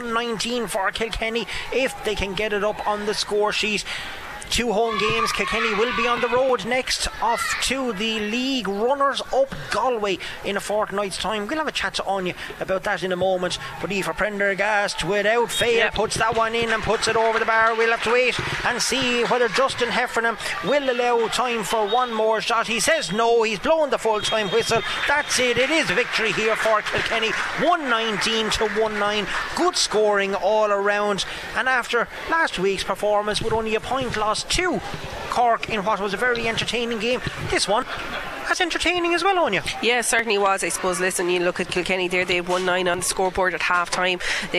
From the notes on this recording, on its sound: The Very Ireland Camogie League continues on KCLR this Saturday as we bring you full live commentary of Kilkenny versus Clare.